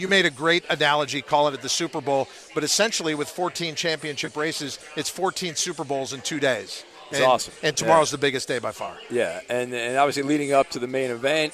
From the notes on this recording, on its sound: Are "live" from the Breeder's Cup! Fun Friday at the Race Track!